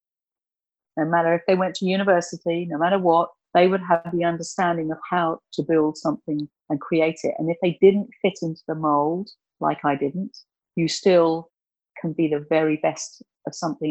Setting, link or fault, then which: link, video call